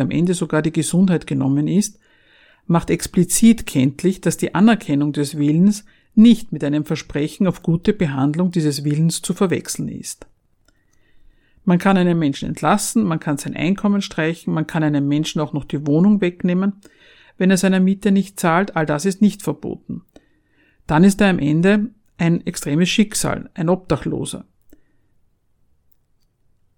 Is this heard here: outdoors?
no